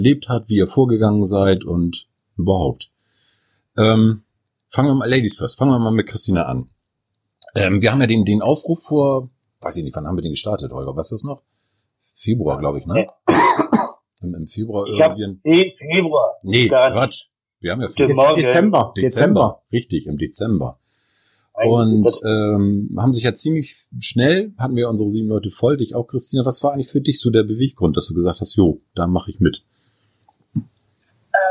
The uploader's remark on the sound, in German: Leider hatten wir erhebliche technische Probleme, die Tonqualität lässt echt zu wünschen übrig.